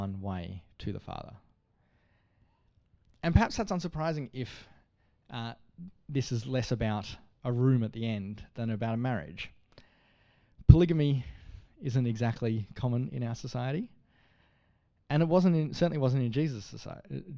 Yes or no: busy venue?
no